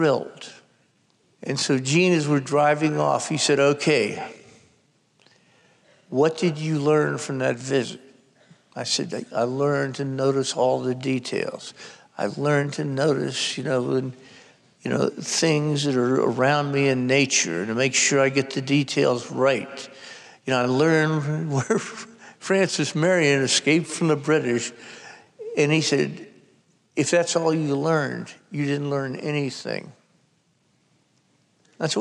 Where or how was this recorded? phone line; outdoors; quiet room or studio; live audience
live audience